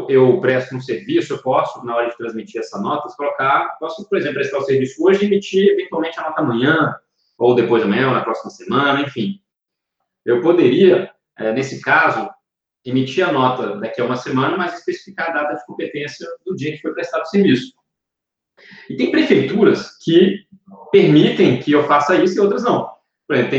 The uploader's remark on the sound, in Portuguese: Conteúdo produzido originalmente como webinar ao vivo da iugu.